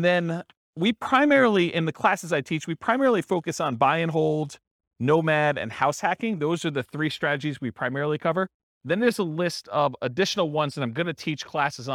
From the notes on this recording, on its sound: This was a live class recorded